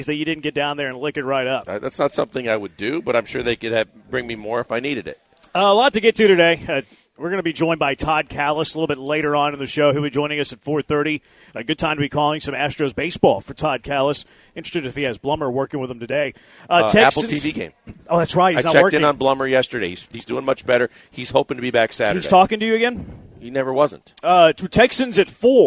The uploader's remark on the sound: LIVE from East River 9 in East Downtown!